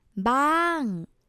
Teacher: The word bang, bang, long sound, falling tone.